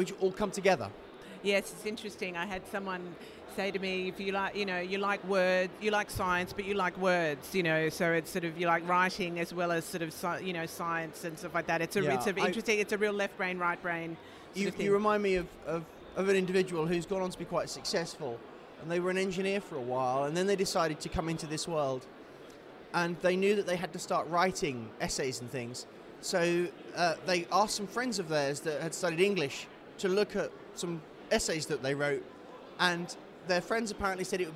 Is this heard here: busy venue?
yes